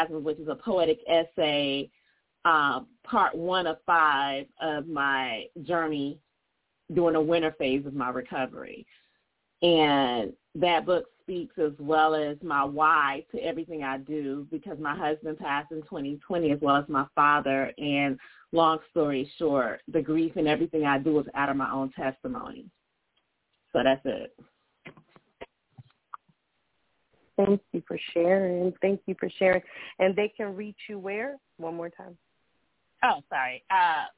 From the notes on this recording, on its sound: Those who call in will form a panel